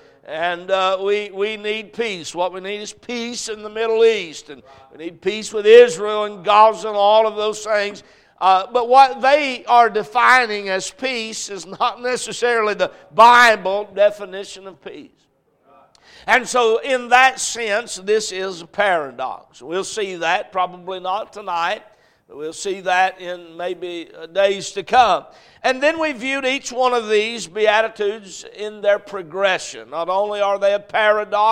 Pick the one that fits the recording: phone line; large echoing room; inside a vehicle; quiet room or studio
large echoing room